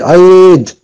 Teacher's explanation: Le madbilia, c'est comme le kasra qu'on a là. Mais on a un ya après qu'on doit tirer deux fois le kasra naturel.